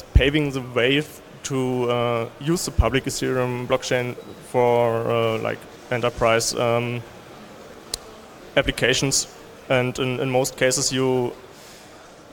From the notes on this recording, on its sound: 34C3-chaoswest. They are congregating on the Chaos West Stage.